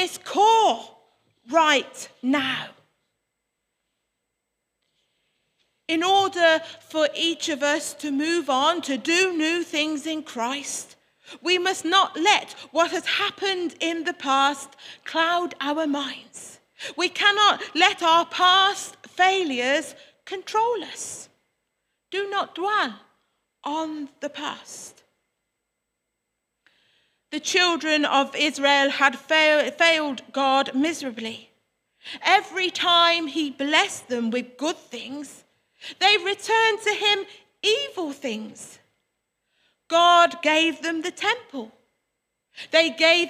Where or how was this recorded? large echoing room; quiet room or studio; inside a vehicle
large echoing room